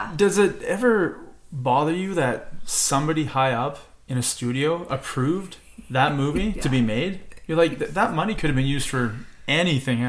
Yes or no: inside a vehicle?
no